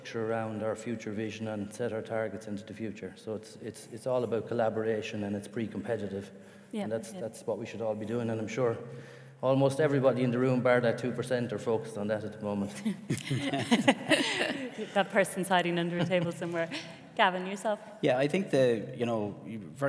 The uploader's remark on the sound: Today’s episode goes back to our 12th Annual CEO Breakfast Forum. At Bank of Ireland.